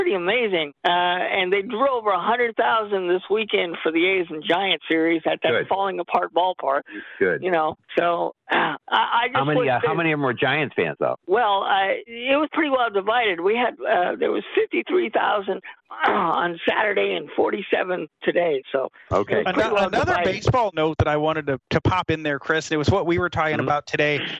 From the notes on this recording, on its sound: take your live calls